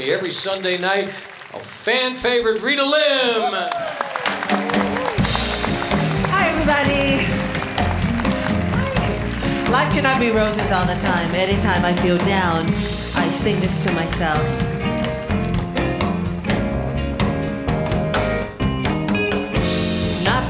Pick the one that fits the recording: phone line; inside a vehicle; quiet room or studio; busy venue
busy venue